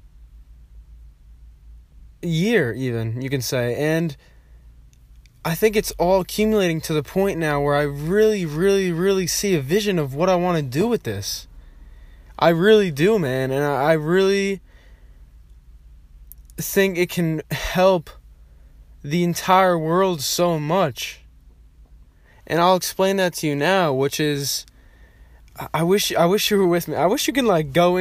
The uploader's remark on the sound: This voice memo was recorded and sent to my friend at the time.